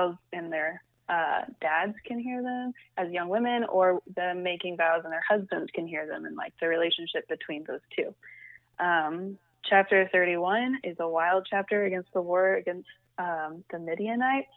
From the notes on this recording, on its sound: Our first of many episodes that were recorded during the Covid-19 quarantine. Sound quality may vary because conversations with our guests are taking place over the phone.